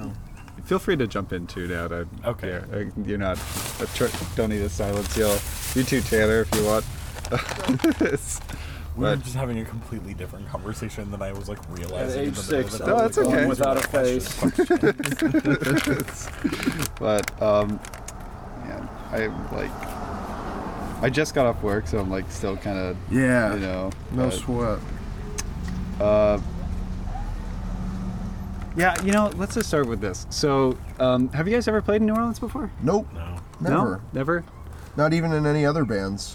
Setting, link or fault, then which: setting, outdoors